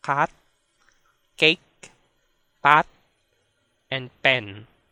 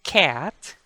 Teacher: On the other hand, in Binisaya or any other languages in the Philippines, those words would be pronounced as kat, cake, pat, and pen. So notice that in Binisaya, the K and P are not aspirated at all. · Shown in: first take · Consonants B, K, D, G, P, and T are always plosive in Binisaya and other Philippine languages.